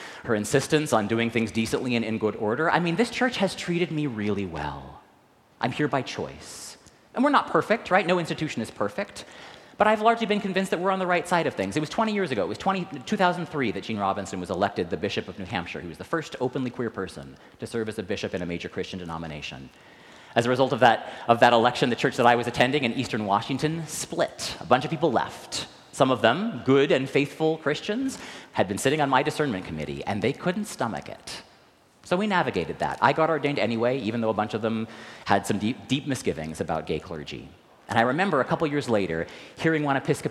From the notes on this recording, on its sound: recorded live at the 10:00am service on Sunday, October 8, 2023.